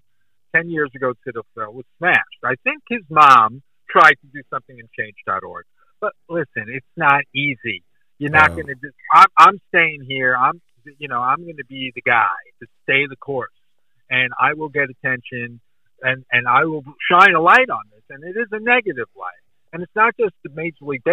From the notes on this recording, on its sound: Recorded via phone call